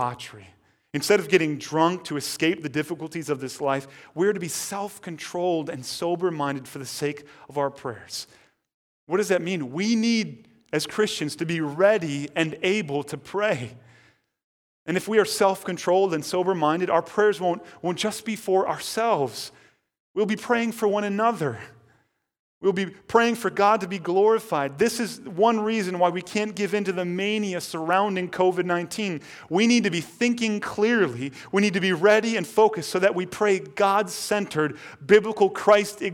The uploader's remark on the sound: At Woodridge Community Church (New Berlin, WI).